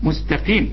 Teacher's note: القاف المكسورة اخر درجات التفخيم